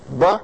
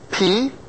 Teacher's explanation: Both of them pretty much the same mouth formation, but we give some voice to the B sound and no voice to the P sound. · Term: pitched